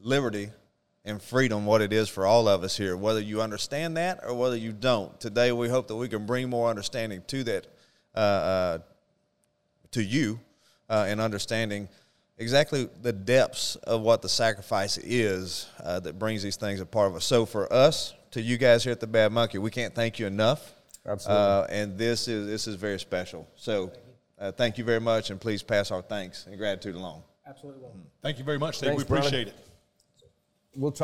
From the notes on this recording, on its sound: A Special Thank you to The Bad Monkey staff for allowing us to record this podcast in their location.